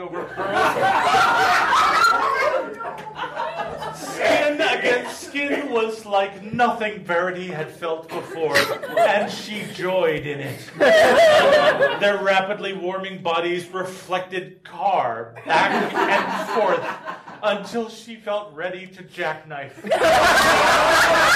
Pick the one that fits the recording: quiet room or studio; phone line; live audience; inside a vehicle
live audience